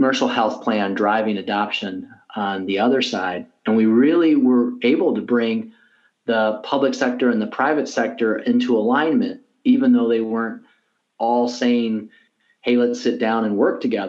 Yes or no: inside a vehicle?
no